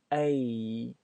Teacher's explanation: A 它是一个双元音，它是由 A 到 E 的过渡